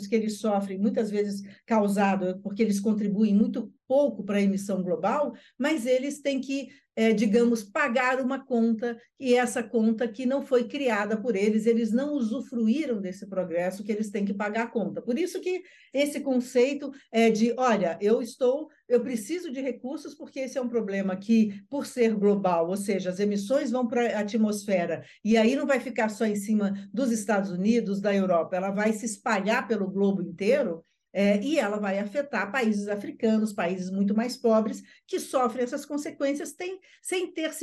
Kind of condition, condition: link, video call